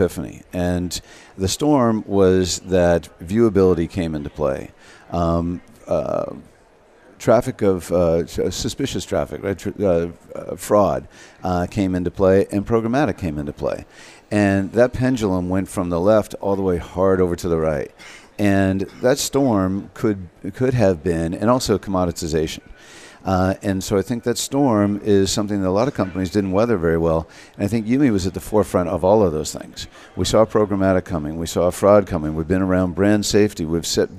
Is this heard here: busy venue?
yes